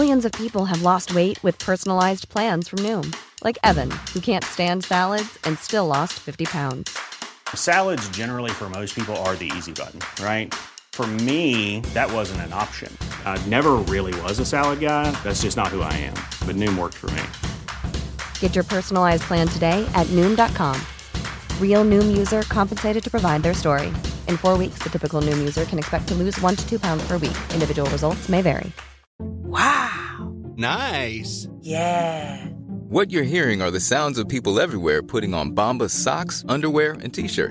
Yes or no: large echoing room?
no